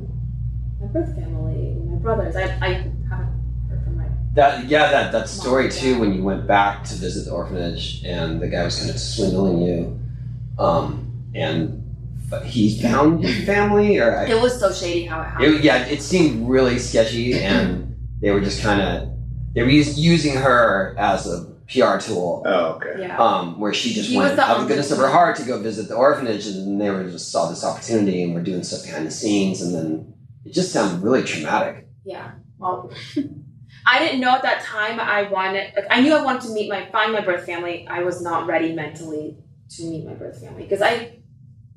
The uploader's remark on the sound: Disclaimer: This show is audio-challenged, as the file from our soundboard was corrupted beyond repair. Please excuse the sound quality.